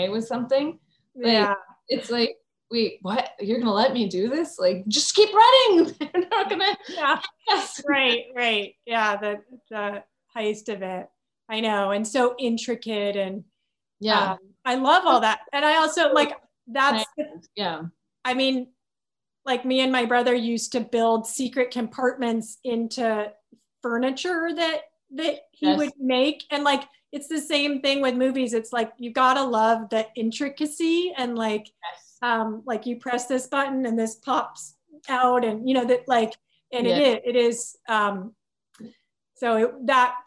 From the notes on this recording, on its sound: virtual Q&A